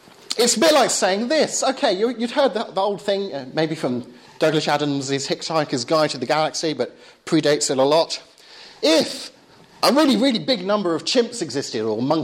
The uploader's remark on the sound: Lecture and Q&A at Bryanston School's Philosophy Society.